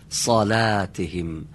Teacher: در کلمه صلاتهم صاد درشت باید تلفظ بشه، ولی لام نازک. صلاتهم اگر بگیم صلا غلط میشه.